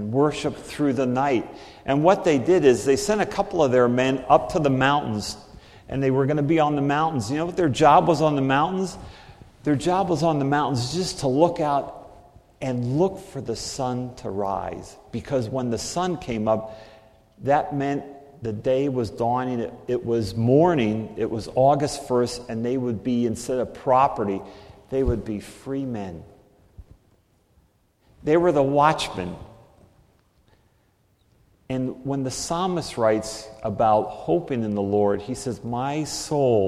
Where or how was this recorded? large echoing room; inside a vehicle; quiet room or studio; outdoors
large echoing room